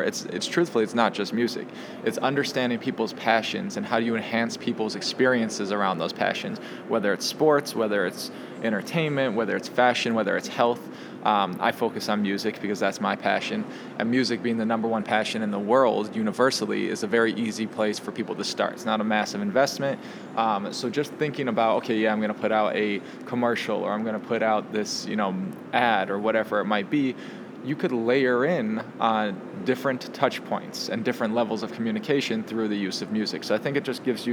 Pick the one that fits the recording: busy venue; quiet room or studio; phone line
busy venue